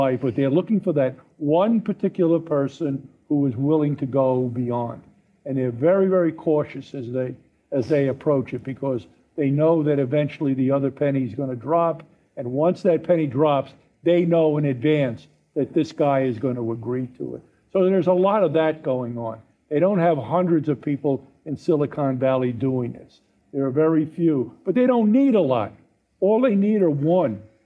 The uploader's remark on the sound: Coming to you directly from the stage of the International Spy Museum. We hosted a live panel discussion in collaboration with our friends at Goat Rodeo.